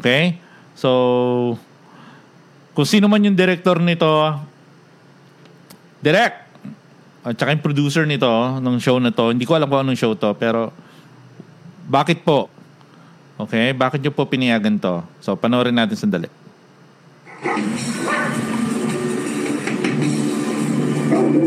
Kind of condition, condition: setting, live audience